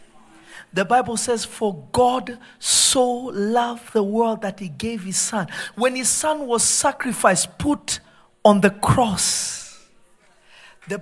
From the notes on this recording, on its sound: This episode was recorded live at Revelation Church. In Simi Valley.